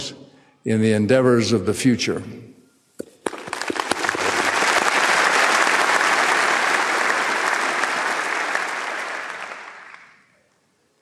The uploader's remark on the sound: delivered this commencement address on April 27, 2023.